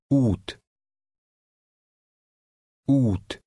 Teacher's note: Look at number 2, which has the letter U with an accent mark on it. This has a somewhat longer drawn-out U sound.